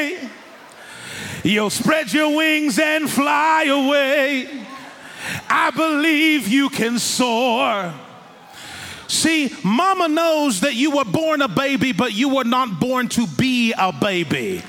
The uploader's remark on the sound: In this message preached in House on the Rock Church in Lagos, Nigeria.